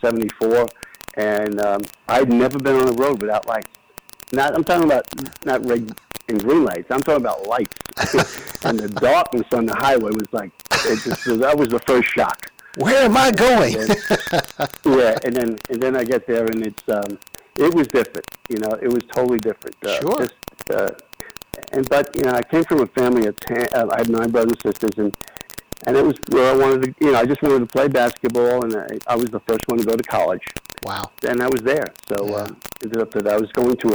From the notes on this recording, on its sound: A phone interview